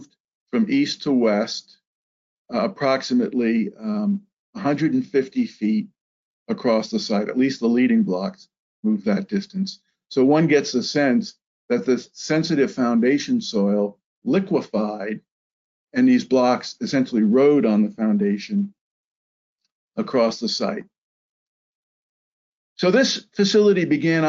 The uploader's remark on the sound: This is an audio version of the FGI webinar.